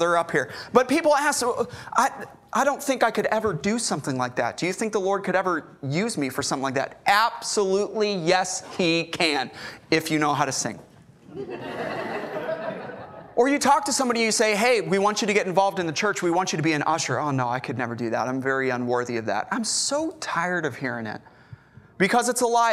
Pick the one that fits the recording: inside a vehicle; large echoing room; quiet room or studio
large echoing room